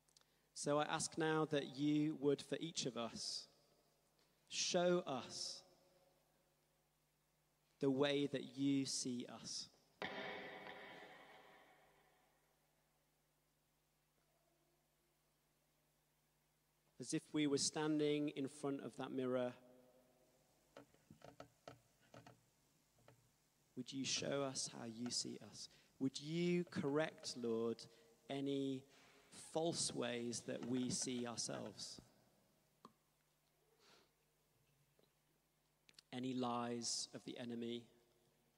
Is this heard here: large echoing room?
yes